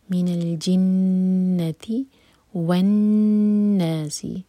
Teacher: نون پر شدہ ہے تو نون پر غنہ کر کے پڑھا جائے گا